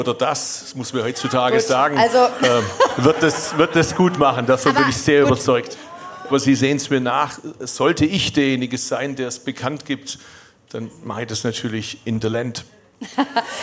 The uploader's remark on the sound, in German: Aufgezeichnet auf der Eat Berlin. In die Bar jeder Vernunft geladen. Während der Regen auf das Dach prasselte, war das Spiegelzelt in Kerzenschein getraucht.